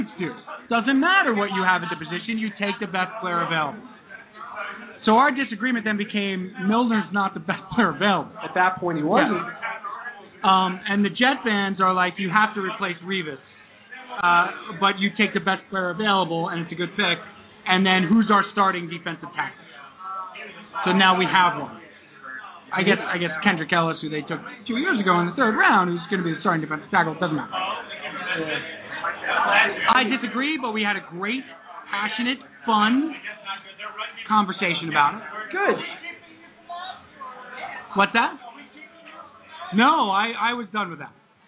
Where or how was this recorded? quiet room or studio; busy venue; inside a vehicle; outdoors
busy venue